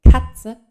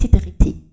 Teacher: Also sie verlagern den Konsonanten nach vorne t, und machen ein Tatze draus. · Shown in: second take · Weil alles, was da vorne ist, ist leichter als K hinten. · Term: Vorverlagerung